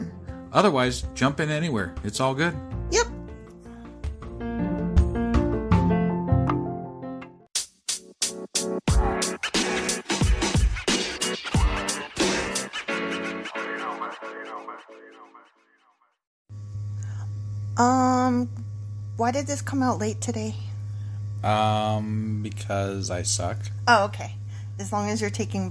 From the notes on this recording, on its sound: accompanied by the sweet background sound of a running computer